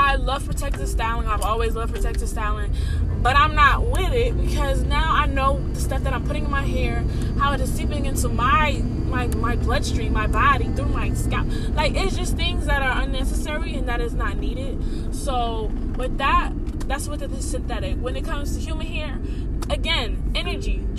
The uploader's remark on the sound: Apologies for the noises I was driving but felt so inspired to record I didn’t want the words to elude me. About half way through it stops.